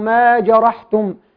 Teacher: كلمة جرحتم الراء هنا مفتوحة. تمام. فبالتالي تفخم، فلا نطغى بتفخيم الراء على الحروف المجاورة له، فلا نقرأ ما جرحتم وإنما ما جرحتم.